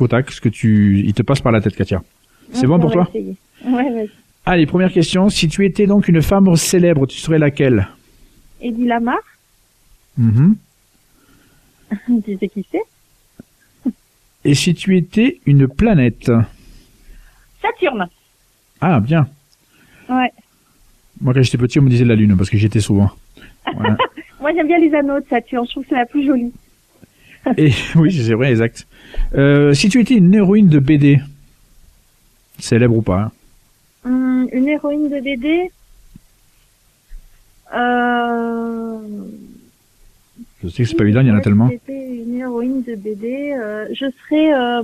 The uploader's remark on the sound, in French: reçoit par téléphone